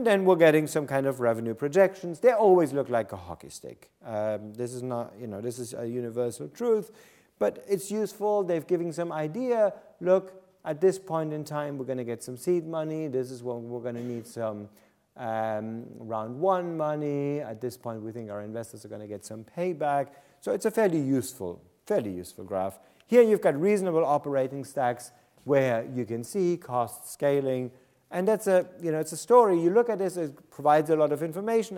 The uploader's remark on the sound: This lecture took place at the Saïd Business School, University of Oxford on December 2nd, 2014.